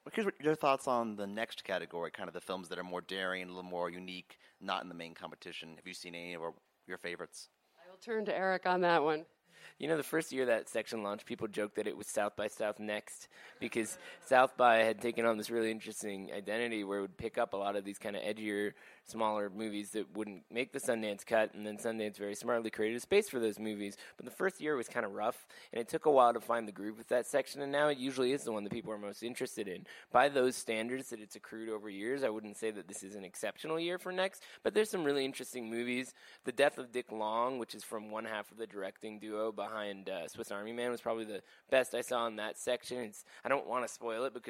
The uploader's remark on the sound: Live at Sundance 2019